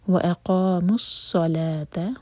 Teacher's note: ملائیں گے تو واو گر جائے گا · Term: دو ساکن کو ملانے